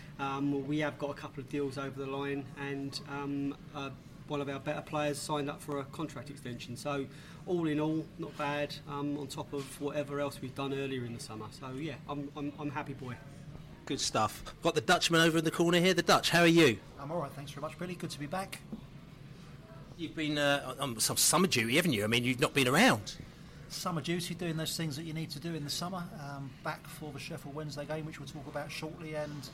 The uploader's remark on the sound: LIVE Transfer Deadline Day Podcast from the Pub. Our podcast which broadcast LIVE on transfer deadline day. The Beesotted crew assembled for their FIRST ever LIVE broadcast of the Beesotted Pride of West London podcast at One Over The Ait pub in Kew Bridge.